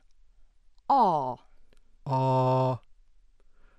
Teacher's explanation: an open back unrounded vowel, cardinal 5